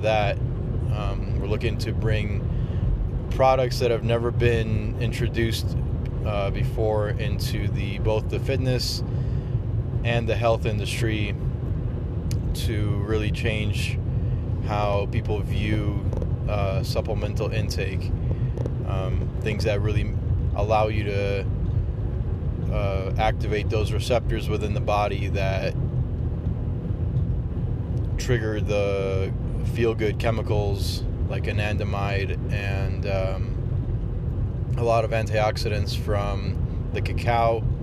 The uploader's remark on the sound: Recorded on the drive. First upload since having moved to California.